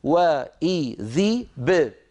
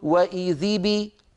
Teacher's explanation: الباء ساكنة مقلقلة ب وليس بي · Shown in: first take · وإذي ب، ولا نقول وإذي بي، انتبهوا إلى هذا فهو خطير.